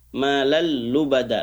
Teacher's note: idgham bila gunnah, dimasukkan tanpa dengung, tanpa gunnah